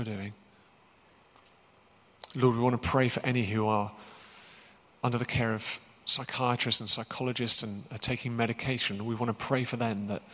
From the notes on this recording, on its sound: Recorded as part of an occasional series of Q&A events at Greyfriars Church in Reading